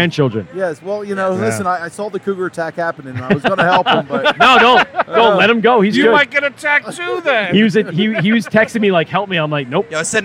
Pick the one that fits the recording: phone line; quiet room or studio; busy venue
busy venue